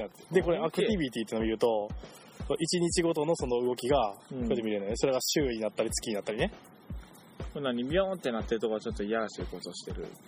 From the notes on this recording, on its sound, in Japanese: 今回はひっさしぶりに集まったので、公園をダラダラ歩きながらダラダラ話してみました。時々人が通る時に恥ずかしがる。代々木公園ロケ！！